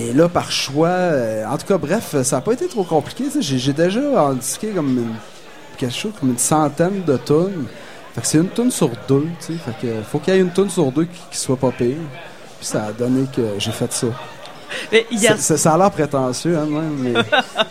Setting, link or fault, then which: setting, busy venue